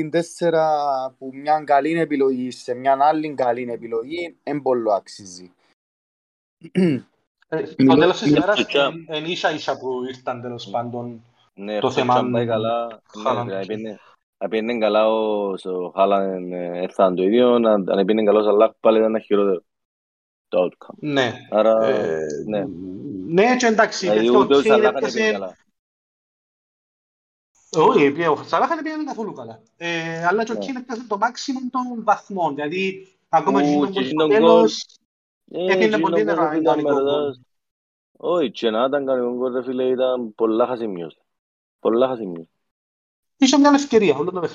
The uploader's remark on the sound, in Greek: Live συζήτηση στο discord του FPL Cyprus